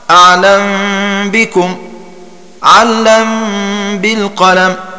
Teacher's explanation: ثم قال الناظم: وتسكن عنه الميم من قبل بائها، على إثر تحريك فتخفى تنزلا. والمعنى: تسكن الميم عن السوسي إذا وقعت قبل الباء، وكان قبل الميم متحرك، فيخفى · Term: الإخفاء